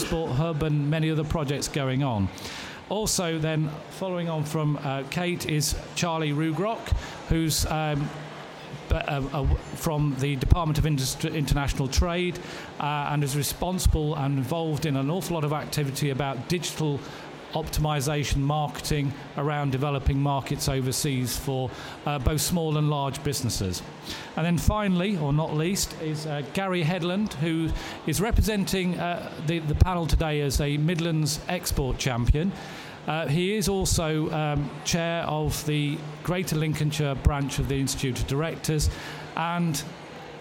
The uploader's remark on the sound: Expo East 2018 discussion panel